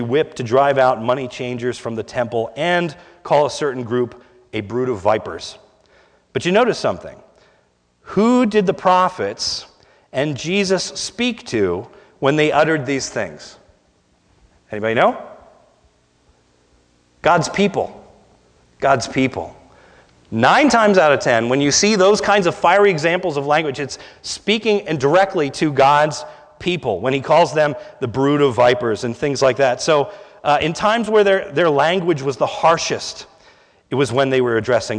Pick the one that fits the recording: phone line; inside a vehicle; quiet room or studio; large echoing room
large echoing room